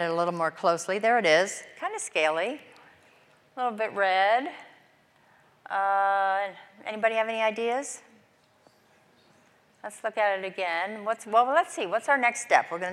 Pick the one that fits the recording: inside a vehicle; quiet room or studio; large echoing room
large echoing room